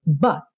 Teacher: Esse T corta o som e encerra a palavra. · Term: consoantes oclusivas